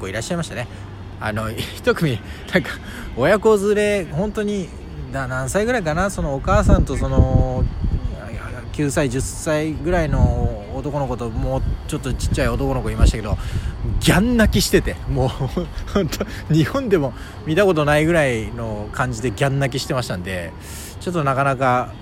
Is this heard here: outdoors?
yes